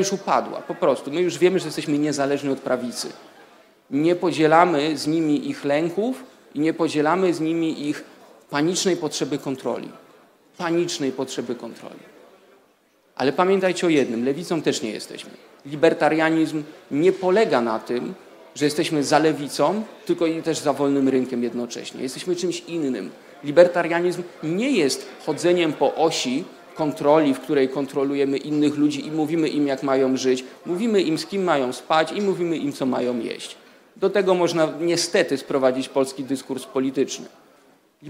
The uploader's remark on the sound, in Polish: Prezentujemy nagrania prelekcji z tegorocznego Weekendu Kapitalizmu, który w dniach 8-10 października w Warszawie zgromadził ponad 300 sympatyków radykalnej wolności - w tym przedsiębiorców, polityków, dziennikarzy, studentów, artystów i aktywistów.